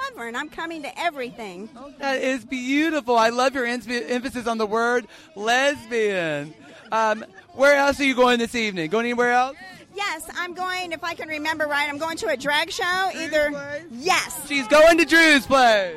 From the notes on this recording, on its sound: Live at Pride. Make their way through the crowd at Memphis Pride Fest, stopping occasionally to make the acquaintance of some seriously cool people.